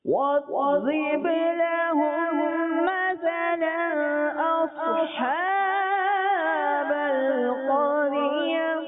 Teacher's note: کلکلہ نہیں کرنا اور اس میں سواد کو موٹا رکھنا